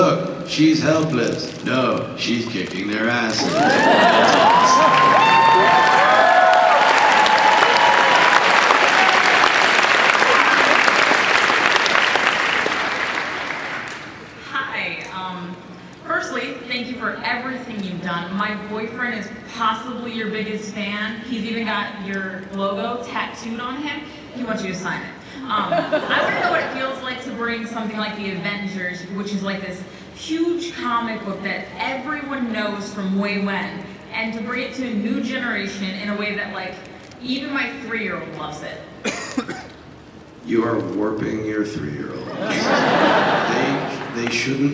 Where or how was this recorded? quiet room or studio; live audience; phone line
live audience